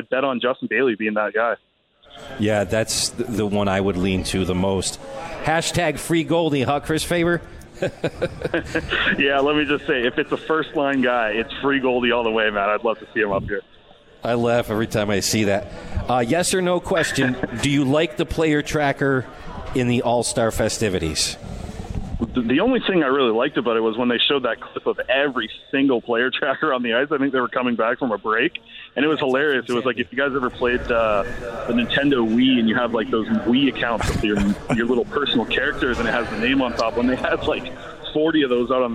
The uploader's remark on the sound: at The 72 Tavern & Grill and joined on the phone